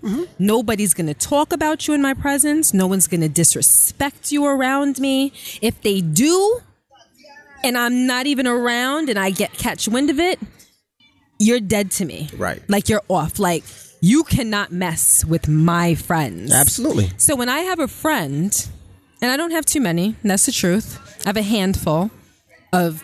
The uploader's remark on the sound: Live From The FontaineBleau